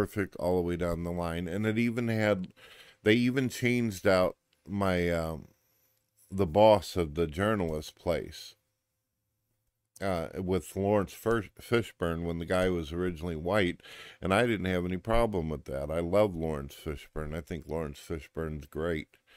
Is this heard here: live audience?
no